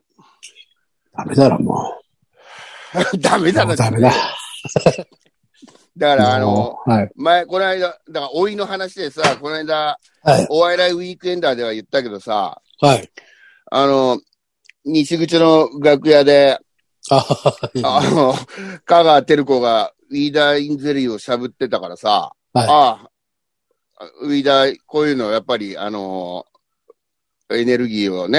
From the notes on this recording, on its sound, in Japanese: ZOOMで収録